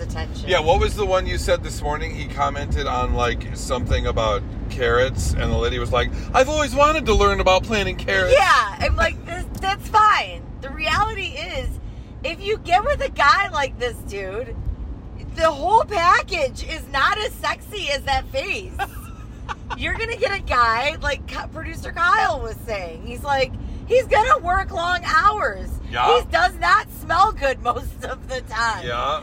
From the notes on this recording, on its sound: Take a special trip up to the U.P for a live show and have special traveling podcast for you made in the car!